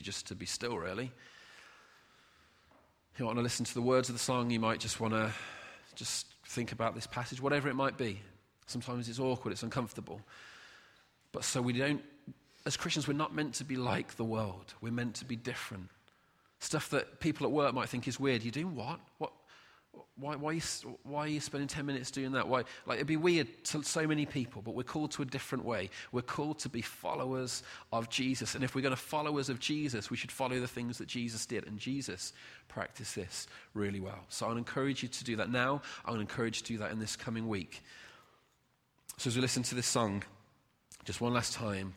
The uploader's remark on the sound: Recorded at freedomcentre church, Preston on Sunday 25th August 2019